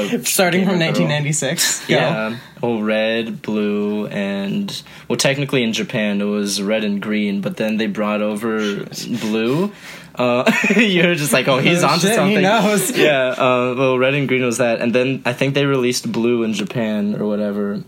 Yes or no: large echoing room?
no